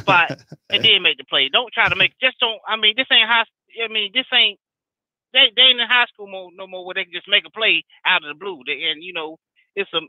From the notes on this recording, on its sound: takes your calls on the BamaInsider Call-in show